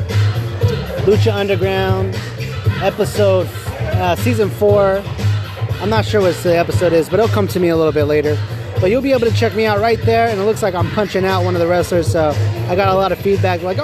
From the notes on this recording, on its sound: We are live at Rival Pro Wrestling